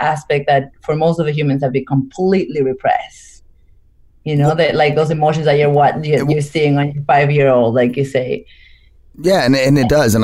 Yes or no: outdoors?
no